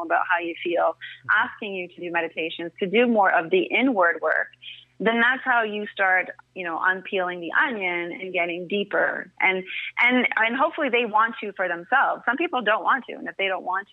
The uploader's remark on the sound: an incredible phone call